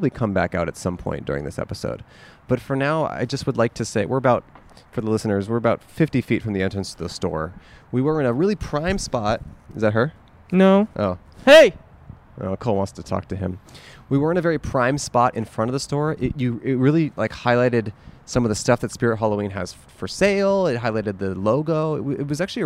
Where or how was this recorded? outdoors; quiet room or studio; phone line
outdoors